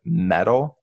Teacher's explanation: You kind of tap the T off of the word · Term: little T